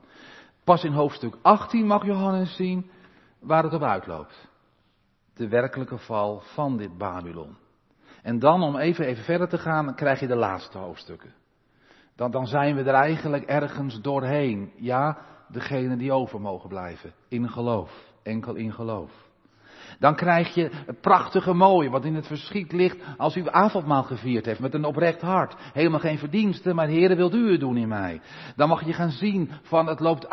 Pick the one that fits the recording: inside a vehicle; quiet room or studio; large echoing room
large echoing room